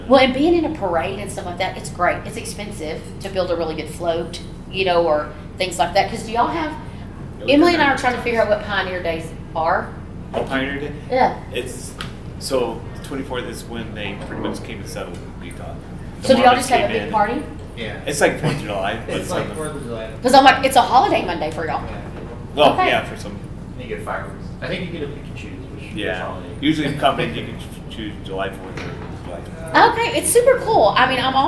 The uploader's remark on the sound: on location in Draper, UT for ServiceTitan's Marketing for the Trades Summit